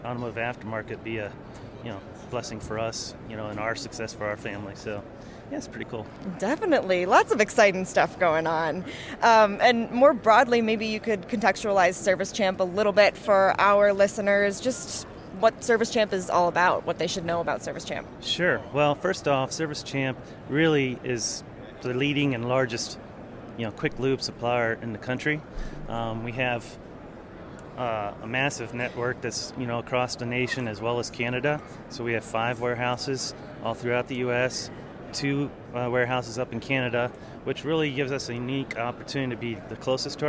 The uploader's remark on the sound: on the trade show floor at iFLEX 2023 in May